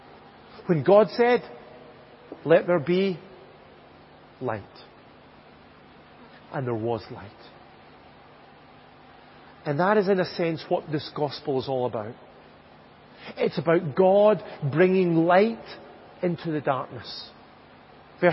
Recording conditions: large echoing room